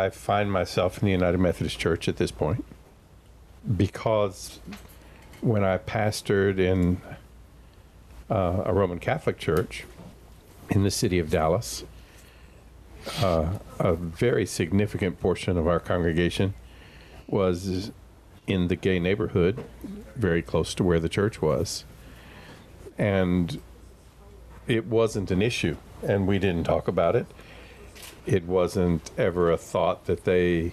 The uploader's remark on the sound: recorded at Lemuria Bookstore in Jackson, Mississippi.